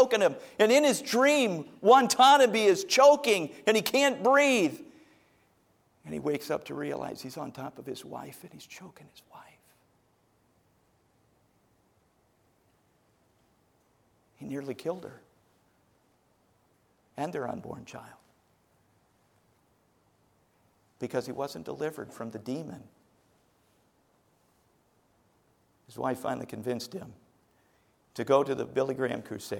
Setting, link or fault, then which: setting, large echoing room